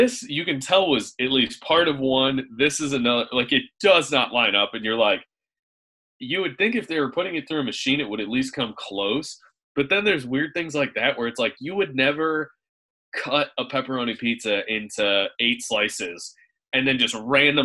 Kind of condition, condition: link, video call